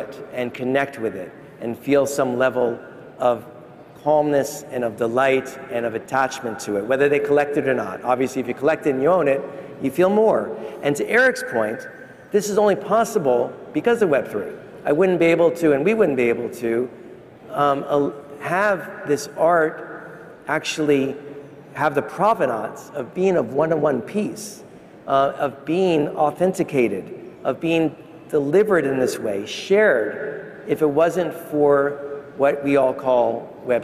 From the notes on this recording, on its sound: A Consensus 2023 panel